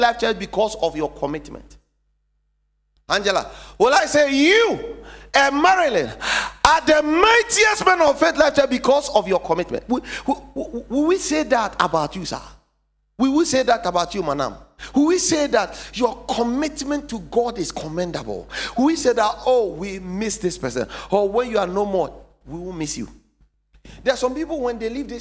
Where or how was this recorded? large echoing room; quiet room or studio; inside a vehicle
large echoing room